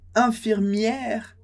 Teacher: Com esse som bem aberto do E.